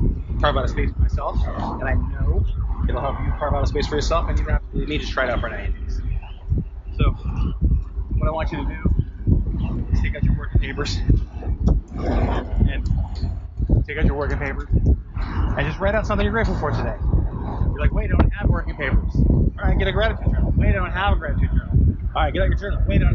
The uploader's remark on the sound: Terrible sound quality and early thoughts.